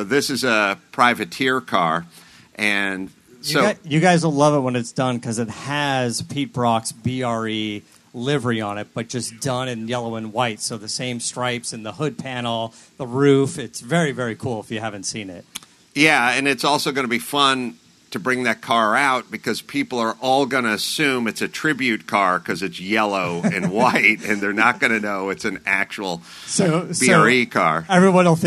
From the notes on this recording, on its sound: Live from ZCON in Nashville. Broadcast live from the 33rd Annual ZCON in Nashville.